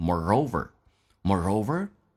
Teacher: More 是一个重度卷舌，嘴巴修得很圆